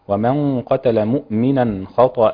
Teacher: الغنة مفخمة لأنها تتبع ما بعدها